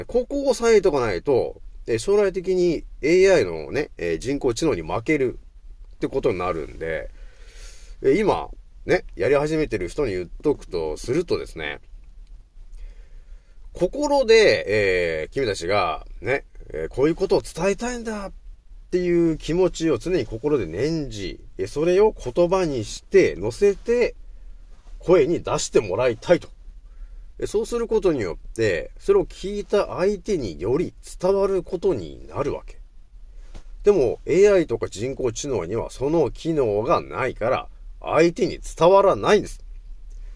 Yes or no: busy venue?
no